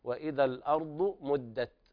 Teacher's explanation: اللام هنا في الأرض لام قمرية حكمها الإظهار